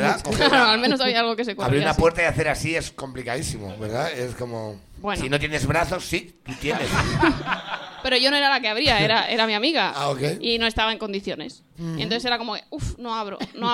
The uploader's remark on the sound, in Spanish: Programa grabado en BEER STATION (Madrid)